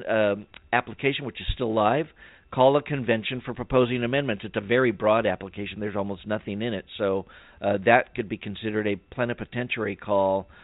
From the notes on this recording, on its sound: save some time for phone calls